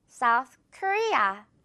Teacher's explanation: Korea 부분이 더 강하게 들릴 수 있도록.